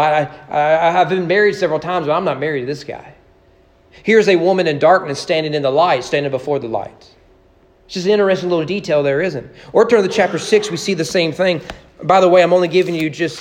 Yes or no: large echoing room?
yes